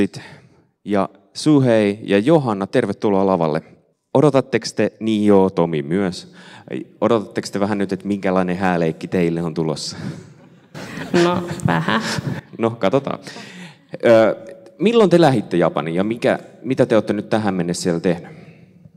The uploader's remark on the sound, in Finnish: Missioforum -tapahtumassa Kansanlähetysopistolla Ryttylässä 2.9.2023 yleisön edessä äänitetty jakso.